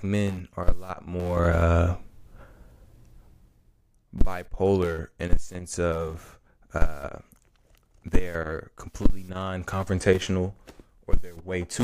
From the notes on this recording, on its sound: During the recording process, the episode's audio quality was corrupted.